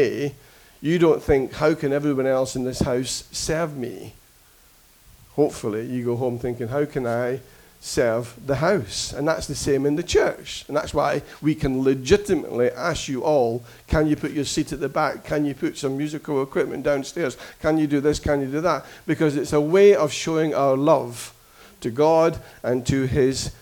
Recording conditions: large echoing room